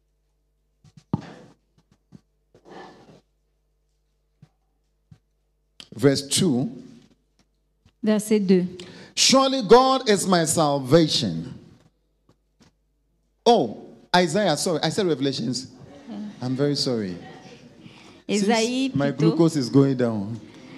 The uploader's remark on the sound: Preached during FCIM National Workers Conference 2022 Day 2 Session 2